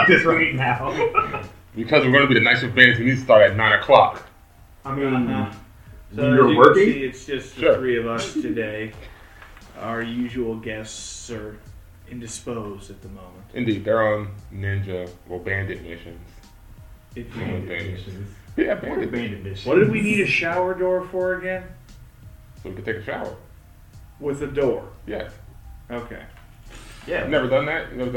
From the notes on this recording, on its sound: Technical Difficulties CORRECTED. The first half of the episode was recorded on the wrong mic thus the sound is different.